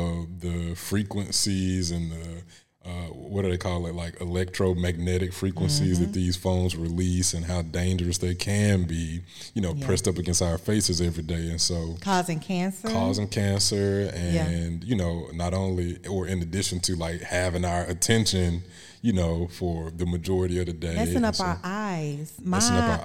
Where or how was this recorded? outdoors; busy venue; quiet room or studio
busy venue